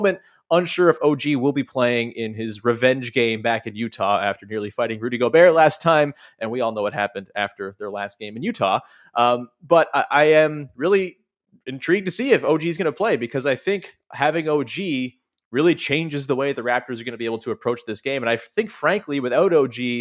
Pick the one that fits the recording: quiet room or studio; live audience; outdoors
quiet room or studio